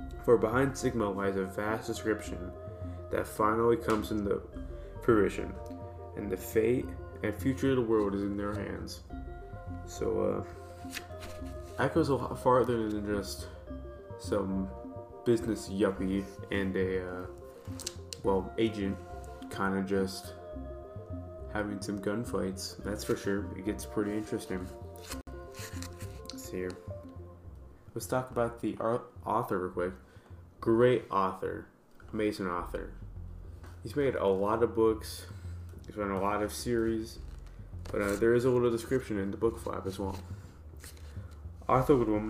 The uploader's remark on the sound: I'm using audicity to record my audio because when recording via the website the audio sounds terrible. If you hear some rough cuts or background static then it's me messing with audio design.